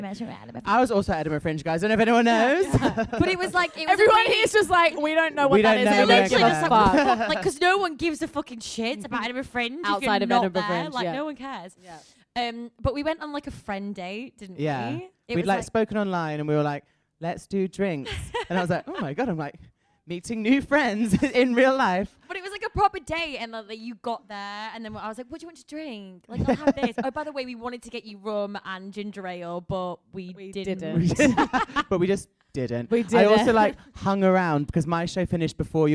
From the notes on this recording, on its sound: Live at The London Podcast Festival '22. We throw it back to when we were LIVE in front of a REAL AUDIENCE.